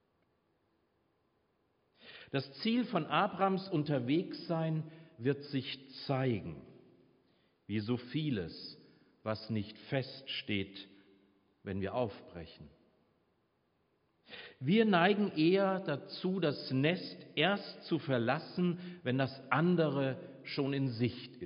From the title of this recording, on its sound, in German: Predigt Pauluskirche 15.5.2022 - Jazzvesper